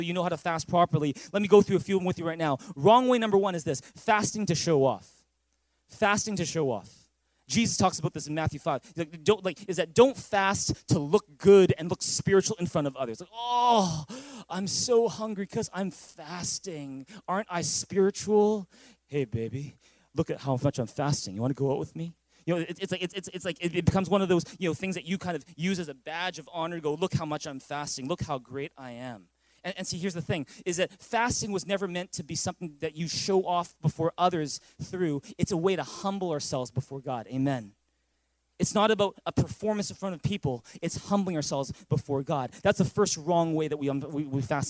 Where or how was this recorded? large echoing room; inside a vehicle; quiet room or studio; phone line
large echoing room